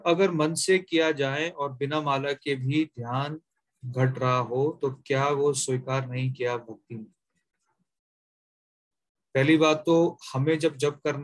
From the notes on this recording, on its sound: Zoom recorded class